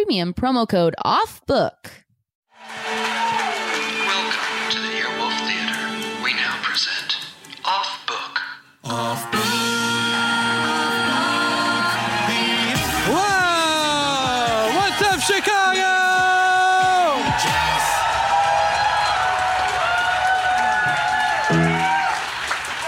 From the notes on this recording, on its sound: LIVE from Chicago PodFest. Live with the first of two shows from Chicago PodFest.